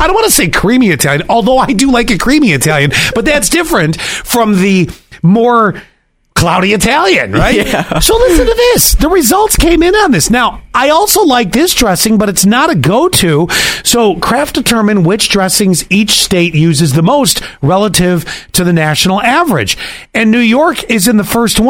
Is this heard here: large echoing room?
no